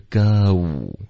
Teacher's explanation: go 的这个滑动要稍微饱满一点